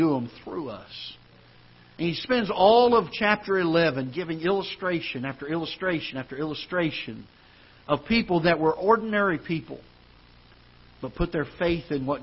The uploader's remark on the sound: Ketha Heights Baptist Church ~ Live Broadcast